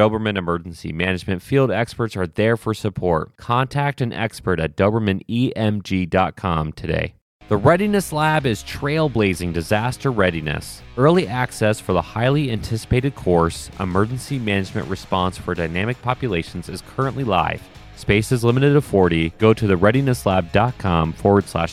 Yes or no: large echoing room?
no